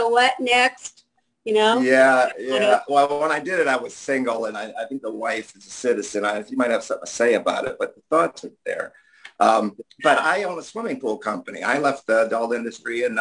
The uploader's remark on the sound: before we start the Zoom Show